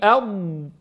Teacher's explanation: يتقدم اللسان في المخرج، في المخرج، فهو الحرف الوحيد الذي ينتقل فيه المخرج · Term: المستطيل